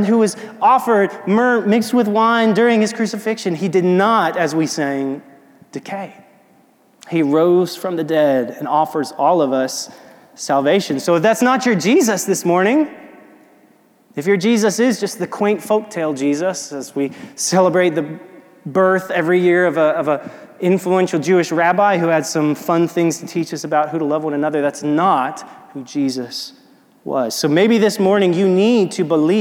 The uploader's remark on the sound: This audio is from a sermon preached recently at Restoration Fellowship in Memphis, TN.